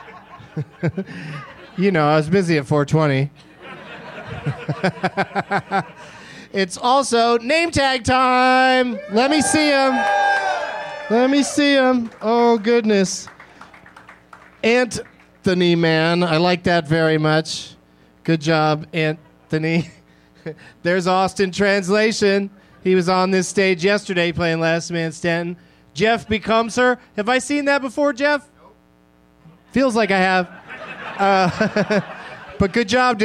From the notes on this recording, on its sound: Live from Zanies Comedy Club in Rosemont